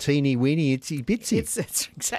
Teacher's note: when you make tiny even tinier, you make it teeny, so that vowel gets even higher · Term: high vowels